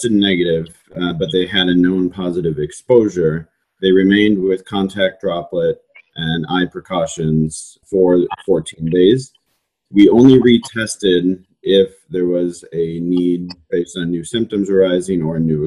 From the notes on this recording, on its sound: Please excuse any issues with sound.